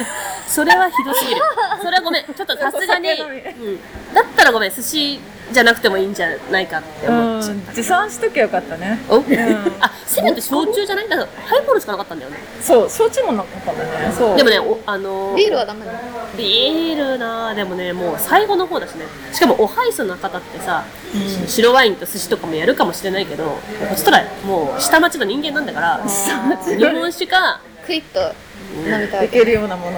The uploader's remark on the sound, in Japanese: 結婚式直後に式場収録。